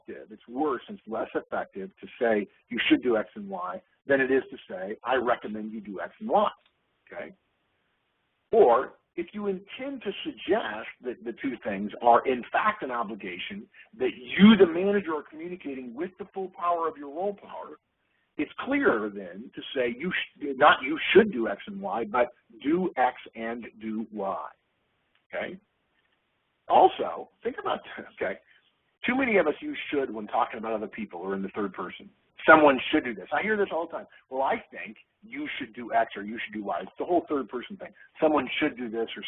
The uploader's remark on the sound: August 2011 Conference Call